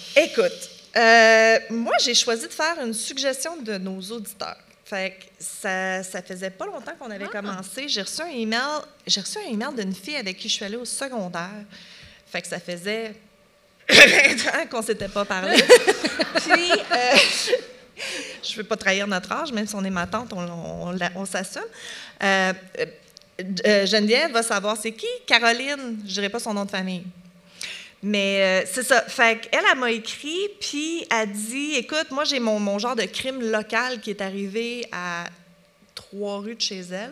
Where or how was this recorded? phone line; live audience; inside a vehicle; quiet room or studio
live audience